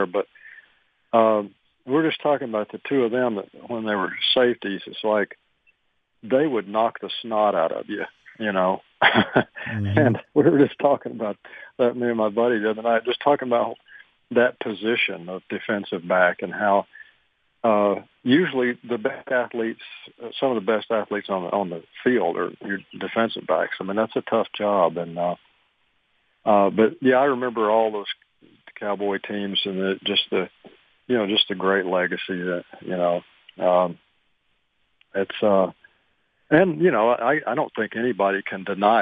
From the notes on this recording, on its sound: called in to the Ben and Skin show